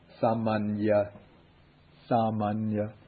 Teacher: But you can't really pronounce both of them. So the first one really becomes just like the ordinary N, and then the second one is like the NY.